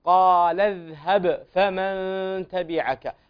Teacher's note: الذال سكنيها بلا قلقلة، وأما الباء فعليها قلقلة لأنها من حروف القلقلة وهي ساكنة هنا